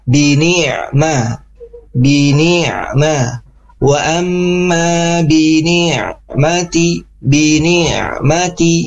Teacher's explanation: bunyi huruf ain itu tepatnya di tengah tenggorokan kita. Jadi rasakan itu bi ni'ma, bi ni'ma, wa amma bi ni'mati, bi ni'mati ya, tengah tenggorokan ya, bi ni'mati. · Term: huruf ain sukun